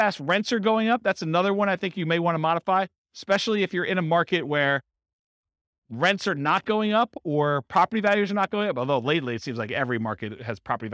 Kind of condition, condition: setting, live audience